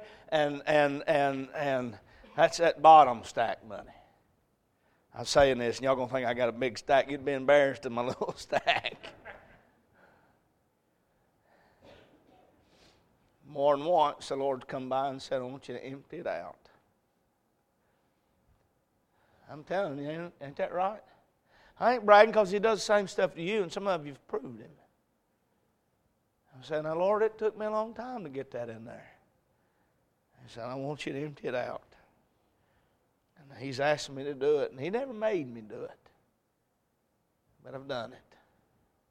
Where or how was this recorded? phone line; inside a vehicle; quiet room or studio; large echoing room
large echoing room